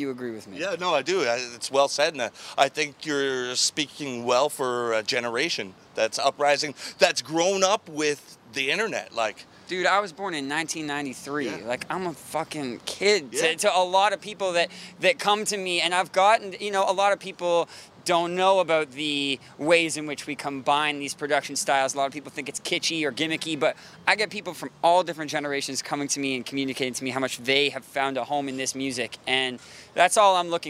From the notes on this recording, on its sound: interview from the Sound of Music Festival.